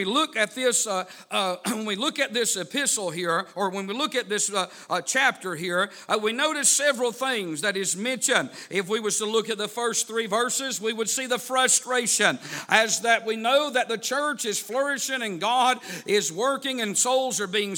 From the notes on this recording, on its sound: A sermon preached Wednesday Evening